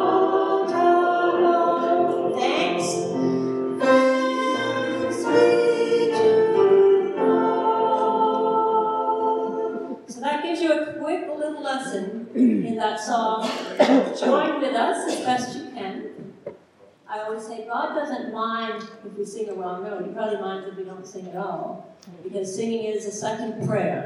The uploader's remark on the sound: Live worship service